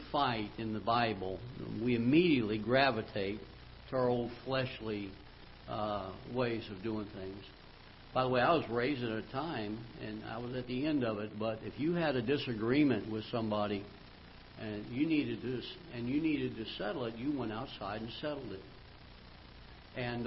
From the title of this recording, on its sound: Ketha Heights Baptist Church ~ Live Broadcast